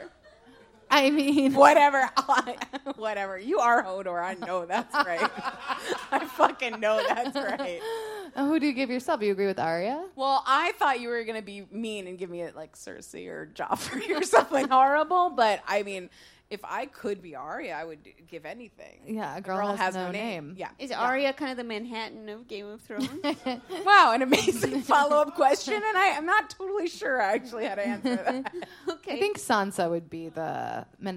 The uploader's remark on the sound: Please enjoy this re-release of our LIVE SHOW. Record How Were U Brainwashed LIVE at the Green Room 42.